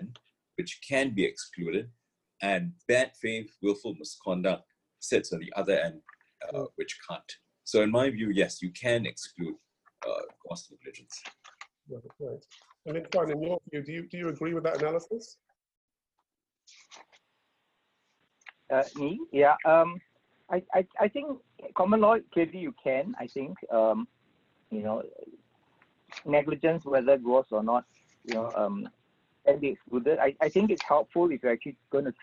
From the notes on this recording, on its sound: Webinar audio recording dated 8 July 2020